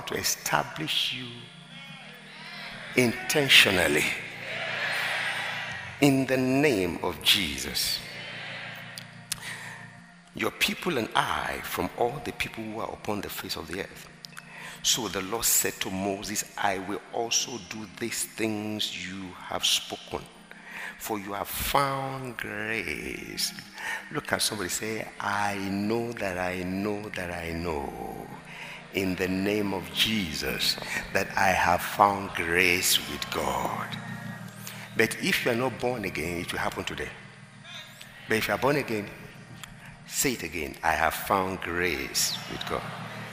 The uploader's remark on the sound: at the Emerge Leadership Conference 2021 on Sunday, September 12, 2021.